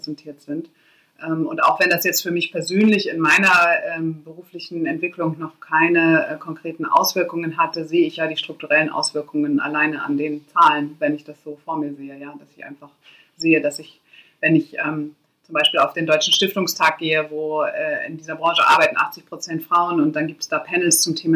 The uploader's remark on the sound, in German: Die Audioqualität ist dieses Mal sehr viel verrauschter und knartziger als letztes Mal.